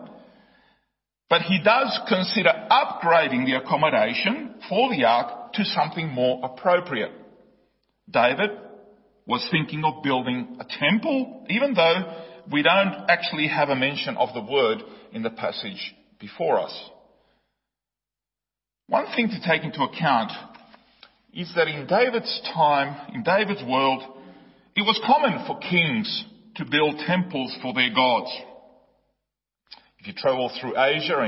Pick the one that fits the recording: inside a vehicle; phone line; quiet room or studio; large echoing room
large echoing room